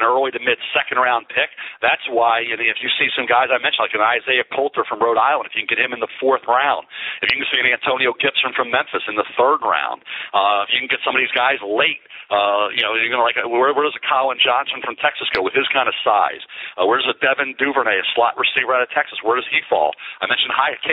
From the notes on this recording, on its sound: NFL Draft teleconference